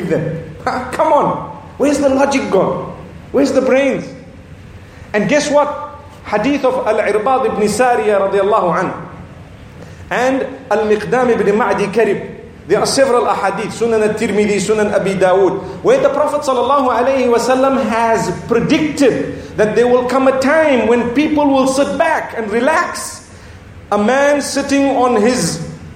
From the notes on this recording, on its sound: Lecture from At The Peak Convention in Hong Kong